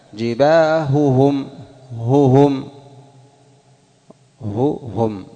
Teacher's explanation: تبين الهاء مع الهاء الأخرى